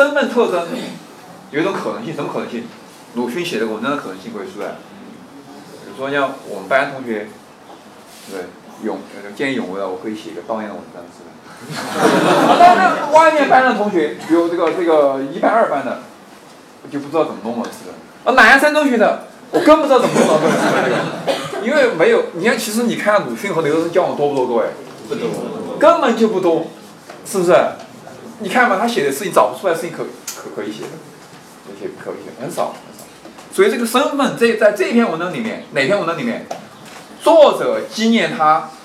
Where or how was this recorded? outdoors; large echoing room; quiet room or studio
large echoing room